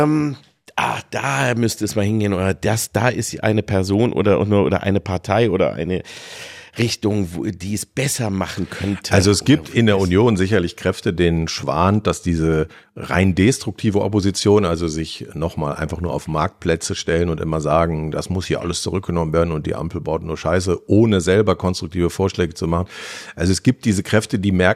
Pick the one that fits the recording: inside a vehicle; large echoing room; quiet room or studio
quiet room or studio